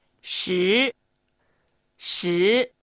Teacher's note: 普段話している音から上に上がる2声です。できれば巻き舌にして